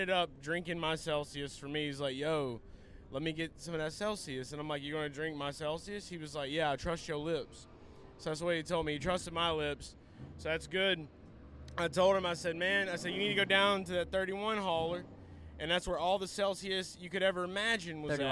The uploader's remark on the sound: LIVE In Daytona